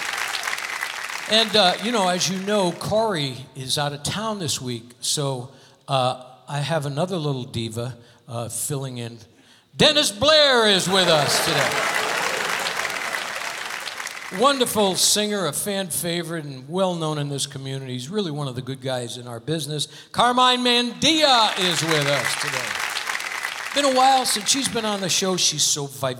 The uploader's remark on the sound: Live at the South Point Casino